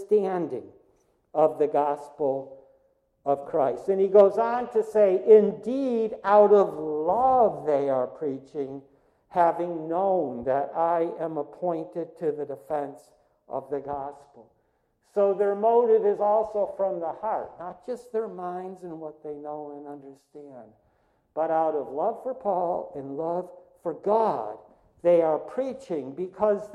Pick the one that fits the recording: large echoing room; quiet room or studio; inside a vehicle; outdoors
large echoing room